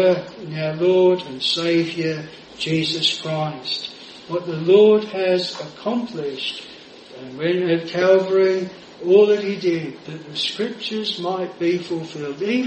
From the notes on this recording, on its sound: This sermon was preached at Jireh Chapel Attleborough.